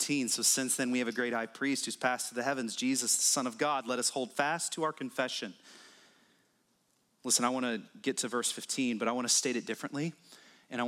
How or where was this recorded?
large echoing room